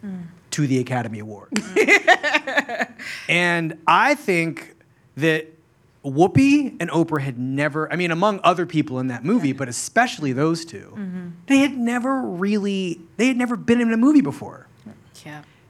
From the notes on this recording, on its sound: A conversation recorded at our first ever live show at the Tribeca Film Festival.